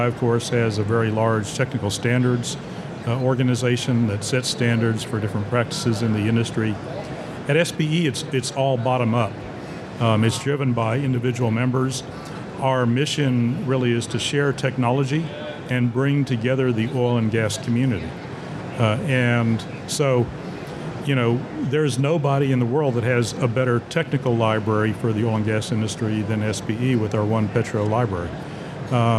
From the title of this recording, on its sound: at Offshore Technology Conference 2023